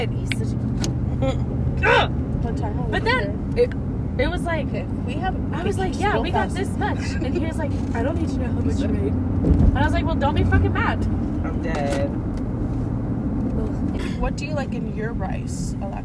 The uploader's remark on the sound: Car Conversations. WE ARE IN THE CAR AND YOU CAN HEAR CAR SOUNDS.